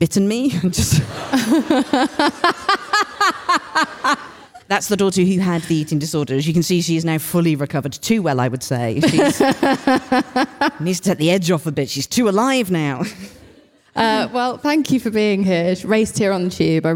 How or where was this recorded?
live audience